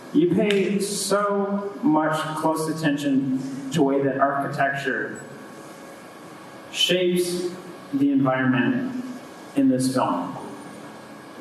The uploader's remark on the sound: To Dallas for a series of events. For this episode, we screened Blade Runner 2049 and hosted a 2-hour Q&A session with the audience of 900 poeple.